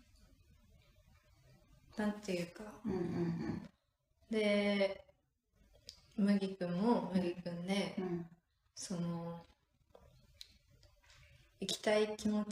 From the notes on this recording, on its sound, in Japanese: 引っ越しまえの新居、携帯のライトで照らしながら収録しました。音質が少し悪いです。